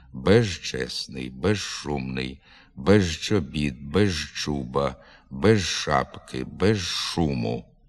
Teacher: У префіксі й прийменникові «без» приголосний «з» перед «ч», «ш» зберігає свою дзвінкість і уподібнюється звукові «ж».